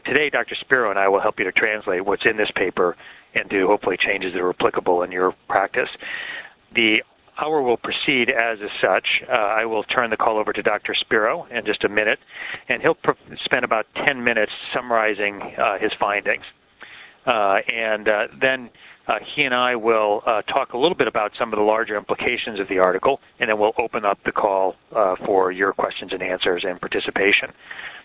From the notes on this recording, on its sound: Author in the Room® Teleconference